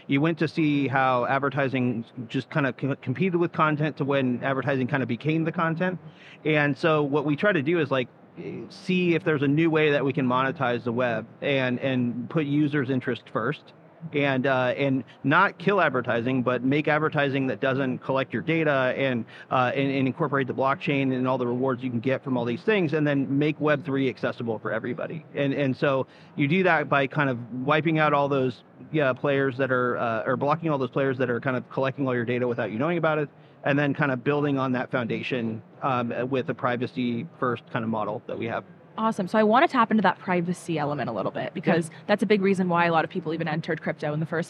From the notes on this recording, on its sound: Live from Consensus 2023